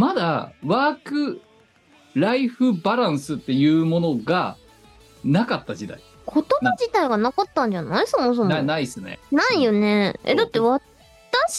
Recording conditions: video call